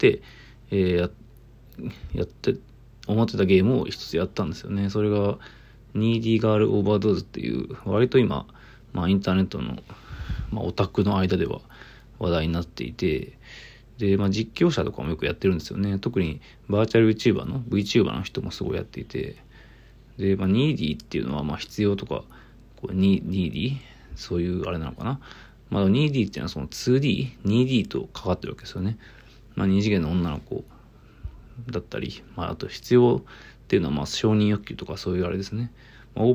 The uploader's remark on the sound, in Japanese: From Radiotalk。ボイスメモです。